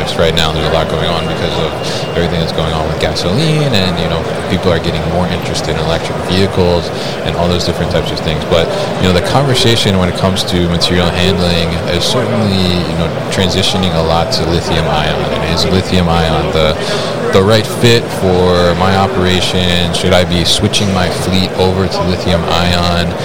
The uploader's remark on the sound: UgoWork at MODEX 2022